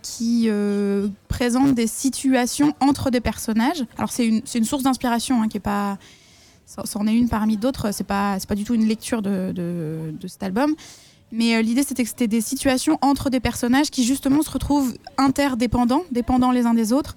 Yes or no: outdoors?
yes